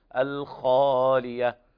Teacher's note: حرف الخاء وقع بعده ألف وهذا من أعلى مراتب التفخيم